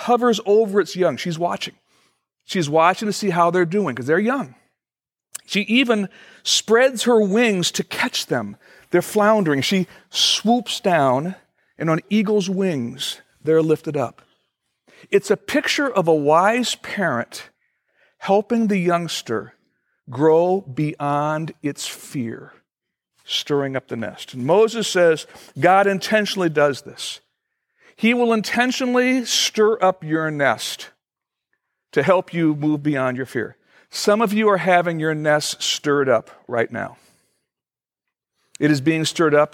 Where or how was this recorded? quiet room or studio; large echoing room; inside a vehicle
large echoing room